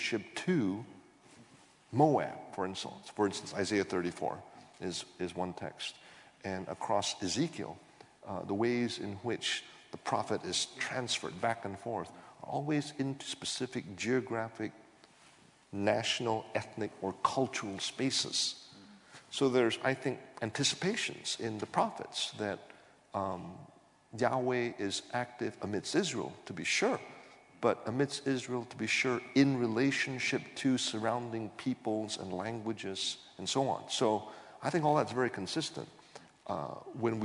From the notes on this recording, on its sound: This GodPod was recorded as part of a lecture. This lecture was recorded as part of the McDonald Lecture Series – a collaboration between St Mellitus College and the McDonald Agape Foundation.